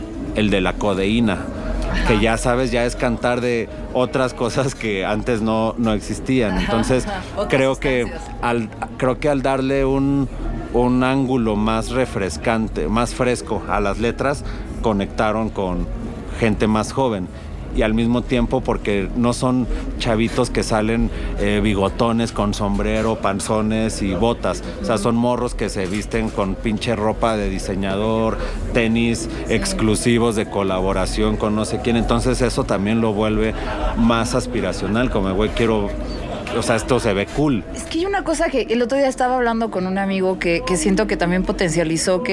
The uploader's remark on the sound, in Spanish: Me invitaron a grabar Mezclas Abruptas desde el Festival Arre. Es un festival de Regional Mexicano.